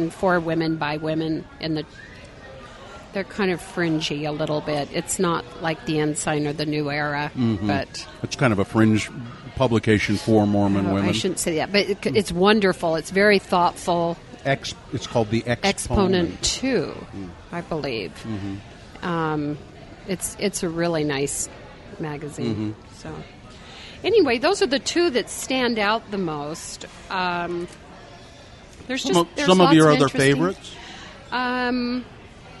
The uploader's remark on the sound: This episode was recorded at Taqueria 27.